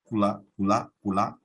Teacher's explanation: vamos ouvir uma vogal U no português europeu